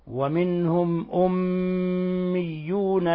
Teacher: طيب، لفظ أميون، لاحظوا عندنا حرف غن مشدد، يعني ميم مشددة تحتاج إلى غن مقدارها حركتين، ويظهر فيها إطباق الشفتين وغن من الخشوم